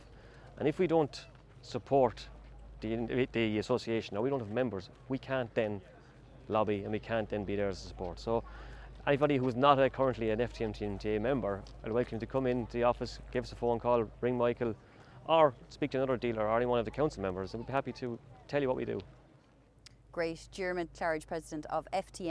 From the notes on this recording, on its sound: The team is ‘on location’ at the FTMTA Farm Machinery Show 2022 at Punchestown Racecourse in Co. Kildare.